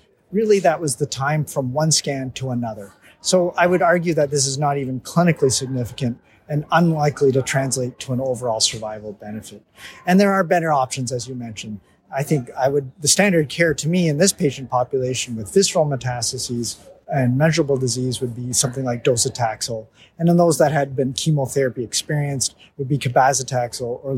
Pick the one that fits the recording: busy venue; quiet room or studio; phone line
busy venue